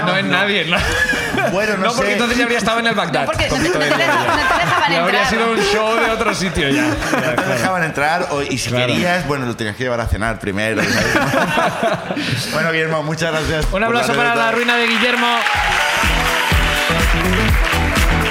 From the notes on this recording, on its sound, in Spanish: El público nos cuenta